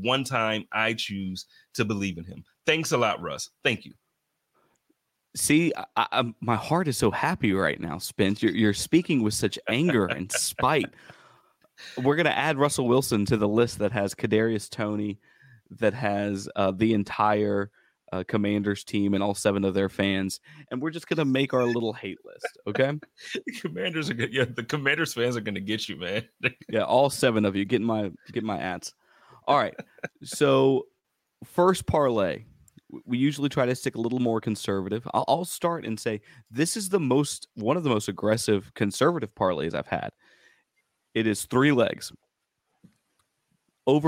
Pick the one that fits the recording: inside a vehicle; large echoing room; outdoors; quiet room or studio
quiet room or studio